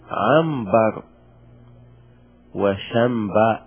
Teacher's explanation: نقلب هذه النون التي هي ساكنة بما أن بعدها باء نقلبها إلى ميم، وهذا الذي يسمى الإقلاب.